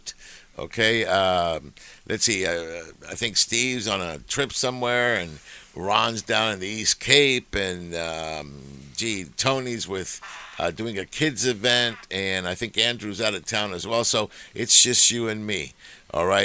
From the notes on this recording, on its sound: On AM 830 KLAA. "LIVE" from Angel Stadium in Anaheim, CA. Answer specific questions from the listeners.